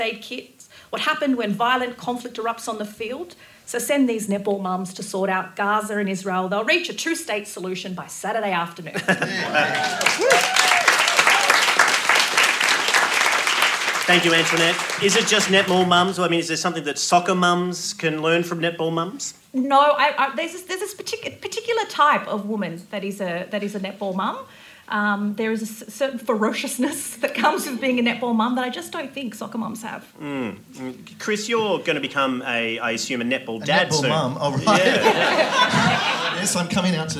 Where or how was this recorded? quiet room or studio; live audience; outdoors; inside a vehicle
live audience